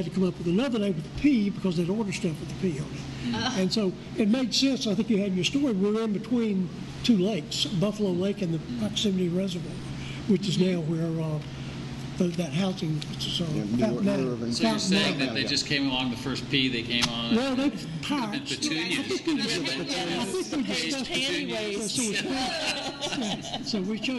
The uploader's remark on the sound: The Starlight Room recorded from inside Gibb's Hundred Brewing on State Street.